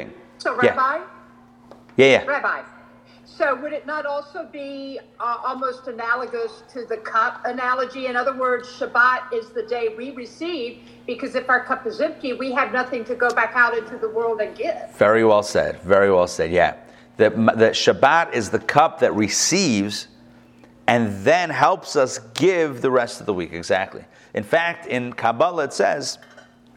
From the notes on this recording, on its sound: Recorded live at the Intown Jewish Academy